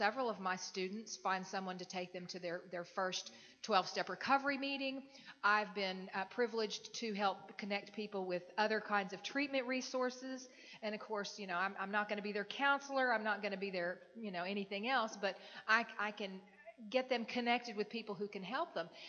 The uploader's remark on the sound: From the TAAP 2015 State Conference on Addiction Studies. At the 2015 TAAP Conference on Addiction Studies in San Antonio, TX in August 2015.